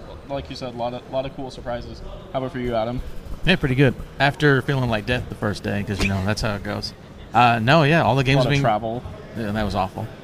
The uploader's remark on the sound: Are joined by a slew of wonderful guests to talk about PAX West 2023 live on-location!